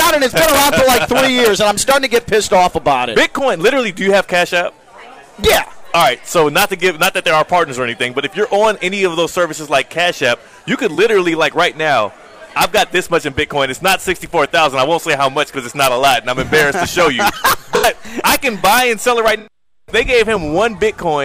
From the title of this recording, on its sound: Full Show LIVE from the Roofclaim.com Boca Raton Bowl Golf Outing